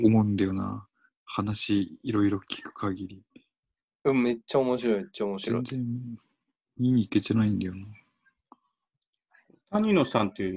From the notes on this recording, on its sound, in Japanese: ３人で初ZOOM。収録地：それぞれの家（ZOOM収録）。